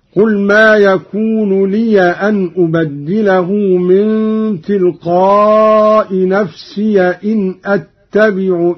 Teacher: قوله تعالى: قل ما يكون لي أن أبدله من تلقاء نفسي إن أتبع إلا ما يوحى إلي إني أخاف إن عصيت ربي عذاب يوم عظيم. قرأ قانون بفتح الياء من لي أن نفسي إن إني أخاف هكذا. قل ما يكون لي أن أبدله من تلقاء نفسي إن أتبع إلا ما يوحى إلي إني أخاف إن عصيت ربي عذاب يوم عظيم.